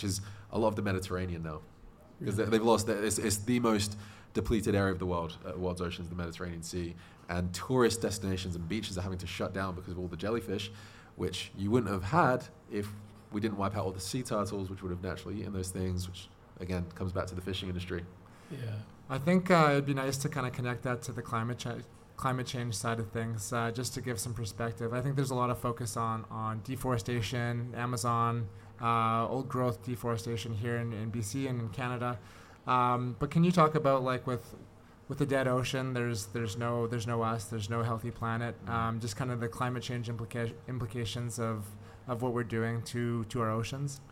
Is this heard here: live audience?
yes